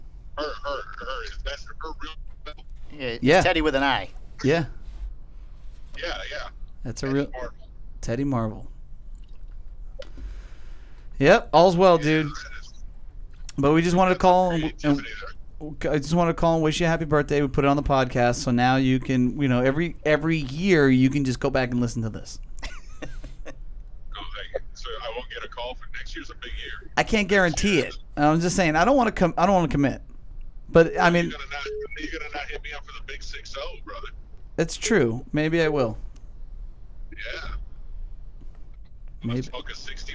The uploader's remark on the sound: We make a very special birthday phone call